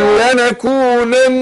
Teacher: واقف على المشدد حتى لو كان ساكن، بس برضه تديها النون حركتين